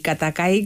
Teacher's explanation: Katakai tiene unos sonidos oclusivos muy fuertes, muy cortantes